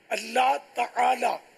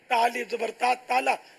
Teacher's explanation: تعالی عین حلق سے نکالنا ہوگا · Shown in: first take